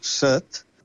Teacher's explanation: la major part de les illes es pronuncia en vocal neutre, set. En canvi, en català central es pronuncia en veu oberta, set...